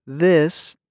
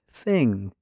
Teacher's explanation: You hear th in the word this and th in the word thing. When you say this, your voice box moves. When you say thing, air moves freely through your throat.